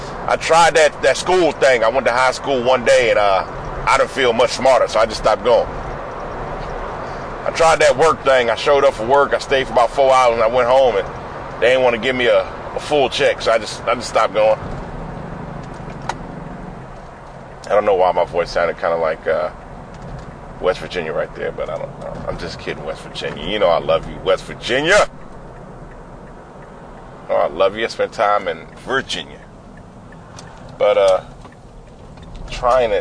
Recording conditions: inside a vehicle